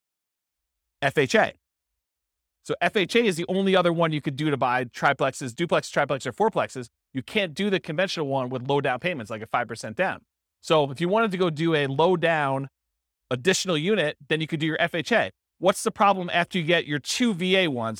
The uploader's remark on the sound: This was a live class recorded